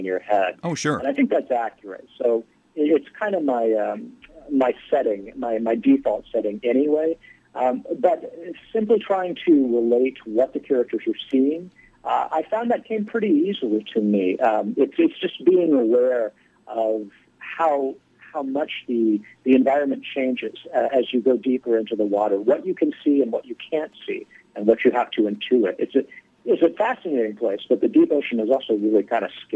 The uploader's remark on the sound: called in for a chat